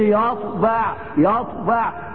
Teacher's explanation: وعند الطاء متصفة بالاستعلاء والاطباق